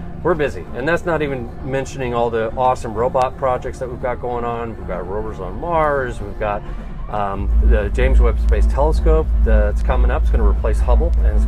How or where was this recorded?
busy venue